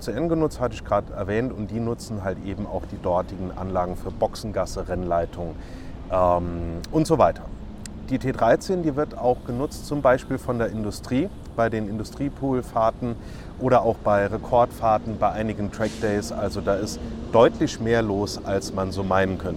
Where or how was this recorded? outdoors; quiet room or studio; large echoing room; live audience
outdoors